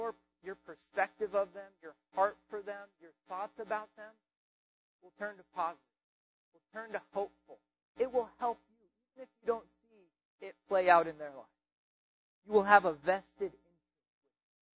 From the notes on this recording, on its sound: We apologize for the audio quality